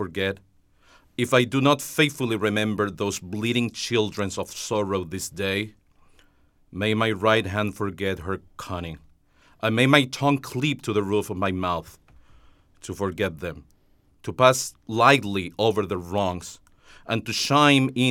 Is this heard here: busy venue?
no